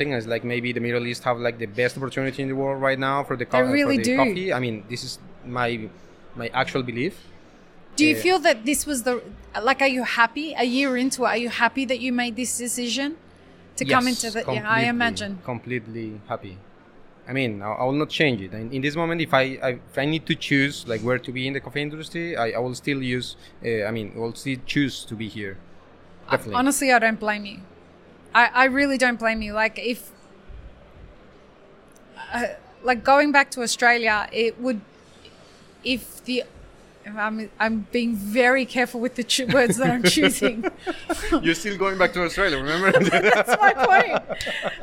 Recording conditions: busy venue